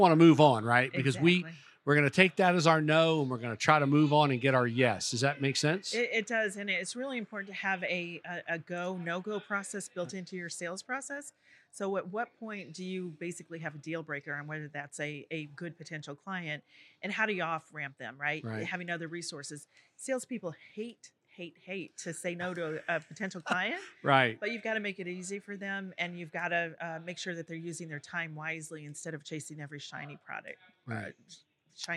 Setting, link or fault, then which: setting, busy venue